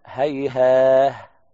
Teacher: وقف البز والكسائي بالهاء، هيهاه، هكذا على اللفظين، إذا وقف على الأول يقرأ هكذا، وعلى الثاني أيضا هكذا، هيهاه بالهاء، يقلب التاء إلى هاء عند الوقف عليه